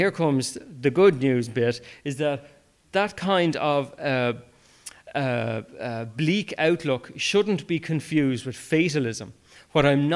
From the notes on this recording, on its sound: I have brought you a recording of a live talk. The Kildare branch of BirdWatch Ireland. They weren’t planning to stream or even record it.